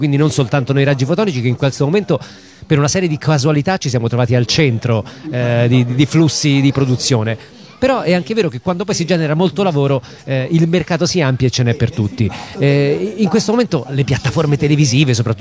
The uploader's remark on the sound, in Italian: Da San Marino Comics 2020 la nostra intervista